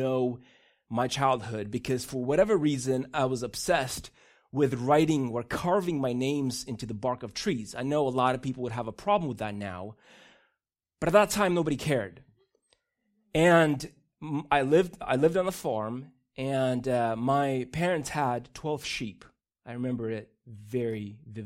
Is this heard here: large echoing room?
yes